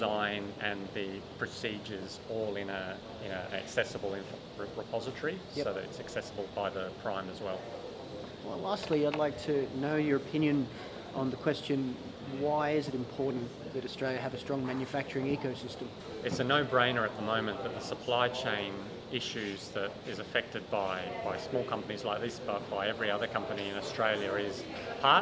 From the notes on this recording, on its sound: The episode was recorded at Land Forces 2022